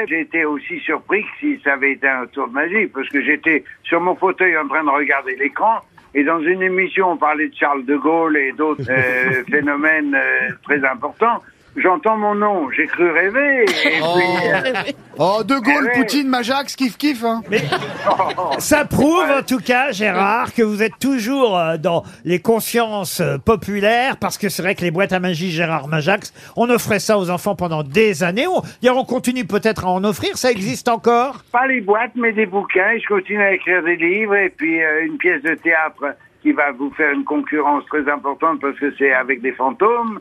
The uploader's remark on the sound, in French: au téléphone avec les Grosses Têtes